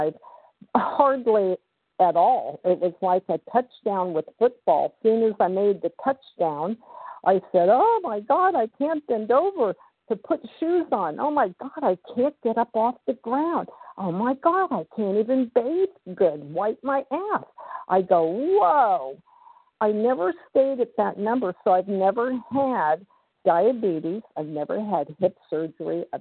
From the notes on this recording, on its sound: 100 Pounders Phone Meeting.